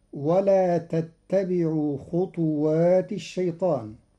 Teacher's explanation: قرأ قالون كلمة خطوات بإسكان الطاء مقلقلة